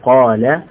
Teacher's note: أما إذا كان ما قبلها مفخم فإنها تفخم، فإذا قلت قال فإن الألف تفخم